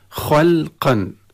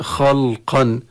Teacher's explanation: الموضوع الآخر خلقا، نعرف أن الخاء من حروف التفخيم وكذلك القاف، وبين الخاء والقاف لام، وهذه اللام حكمها الترقيق · Shown in: first take · فبمناسبة وجودها بين حرفين مفخمين يجب الحذر من تفخيمها خلقا وليس خلقا كما يفعل البعض.